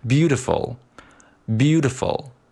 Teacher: 在重读音阶上，我们的音量是最大的，然后在这两个非重读音阶上，我们的音量可以逐渐变小。 · Term: 渐弱的处理 · IPA: /ˈbjuː.t̬ə.fəl/